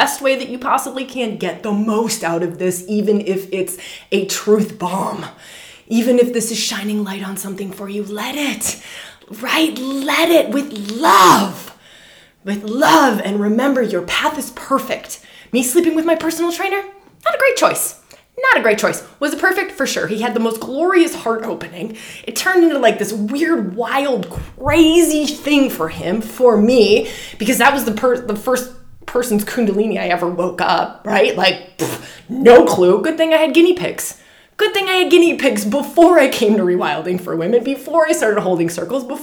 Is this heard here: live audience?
no